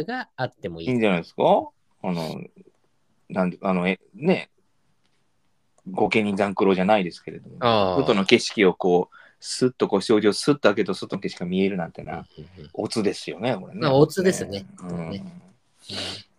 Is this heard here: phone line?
no